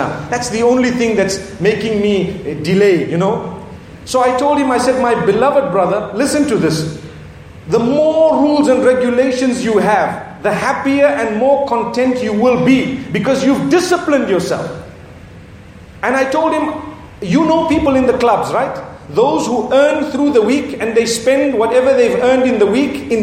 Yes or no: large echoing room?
yes